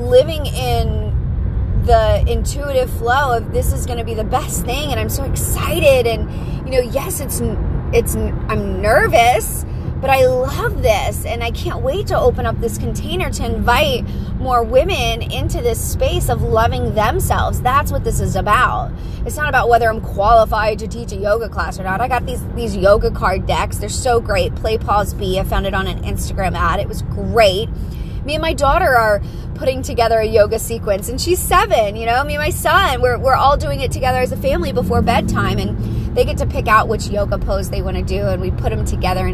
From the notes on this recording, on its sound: Pep talk in the car.